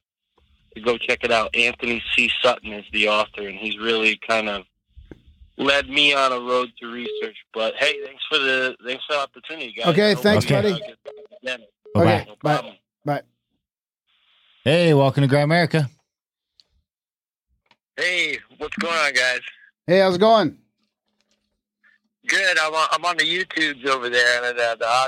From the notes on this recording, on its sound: We host our first ever real call-in show type podcast. A big thanks to all the listeners who called.